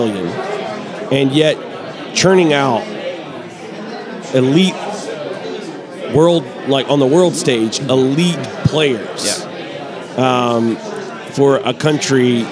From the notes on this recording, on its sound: Live at the Bar of the US Soccer AGM